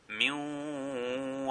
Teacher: Noon Sakin followed by Waw is combined and it is read Minwal. That's Idgham with Ghunna.